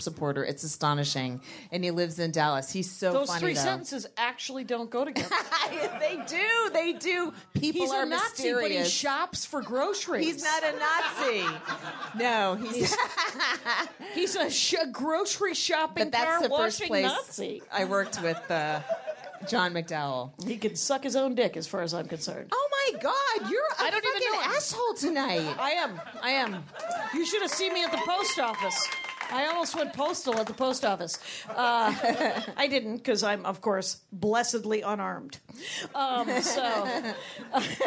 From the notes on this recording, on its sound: they are live from Flappers Burbank!